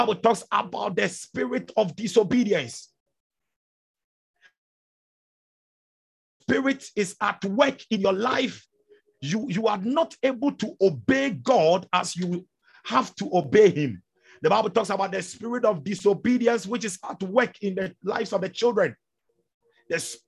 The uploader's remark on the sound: Zoom meeting